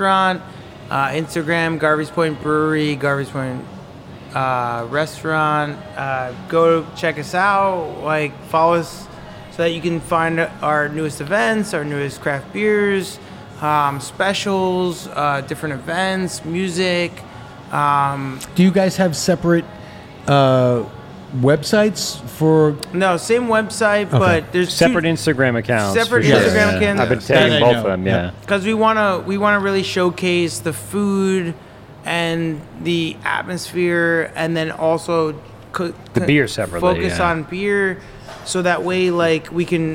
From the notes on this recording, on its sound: LIVE at Garvies Point Brewery and Restaurant. Live from the brand new space.